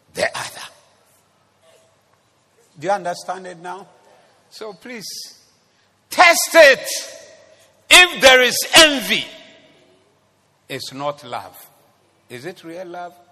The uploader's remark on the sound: Preached at the Zeloo Service.